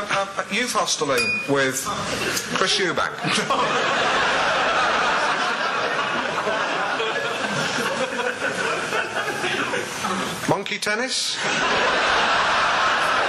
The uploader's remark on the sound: Recorded Live At Belfast Media Festival.